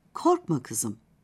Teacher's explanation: "Kızım" seslenmesi de burada şiddetli bir ton gerektirecek, kızgınlık gibi bir duyguyu taşımadığından cümle en yüksek tonda başlayıp sona doğru kademeli olarak düşer